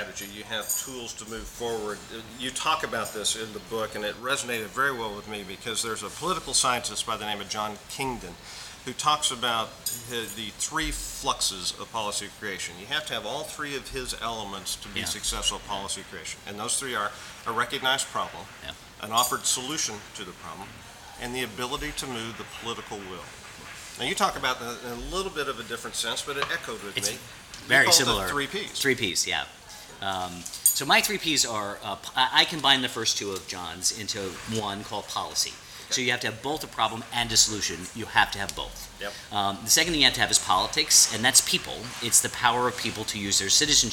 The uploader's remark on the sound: Recorded at the wonderful Georgian restaurant, Supra at 11th and M, NW.